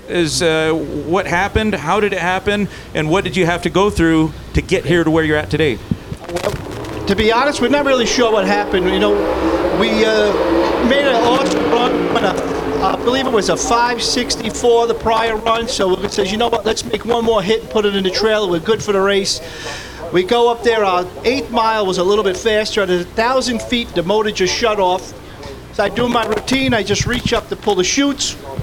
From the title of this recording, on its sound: LIVE at Vegas